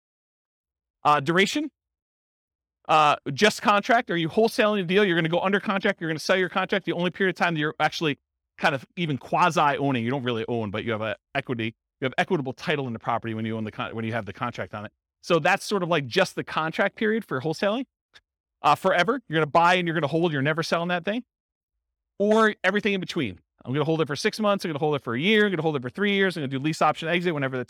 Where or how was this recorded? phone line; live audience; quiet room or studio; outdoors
live audience